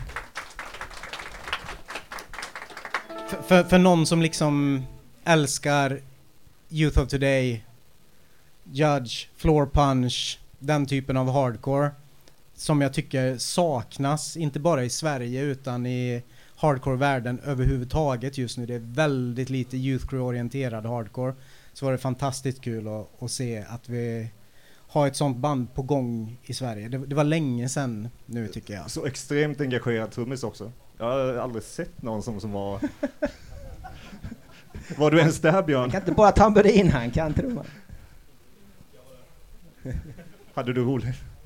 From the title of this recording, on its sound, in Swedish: Live på Skylten